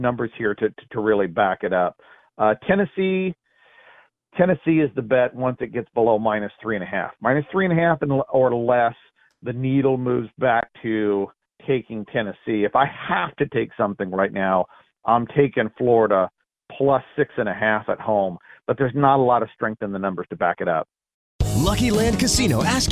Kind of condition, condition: link, phone line